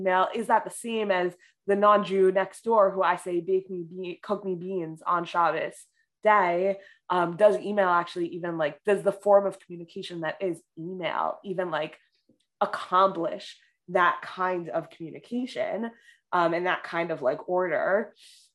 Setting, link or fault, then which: link, video call